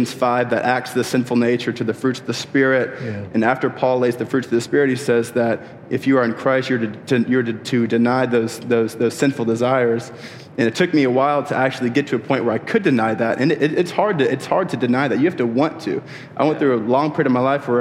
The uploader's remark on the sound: Live from Passion 2021. Some highlights were short round-table conversations.